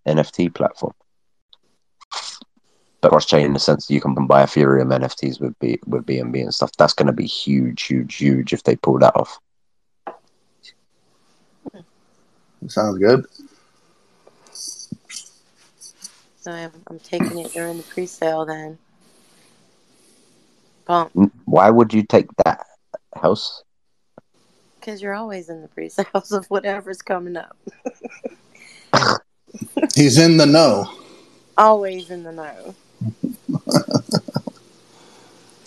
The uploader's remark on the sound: recorded on Twitter Spaces